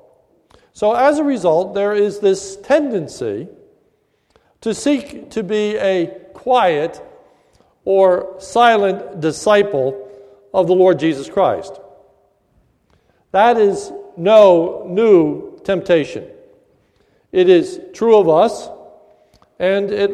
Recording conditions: large echoing room